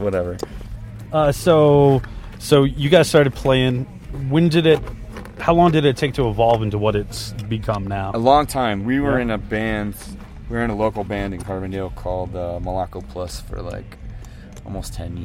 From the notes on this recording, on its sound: backstage at Riot Fest Denver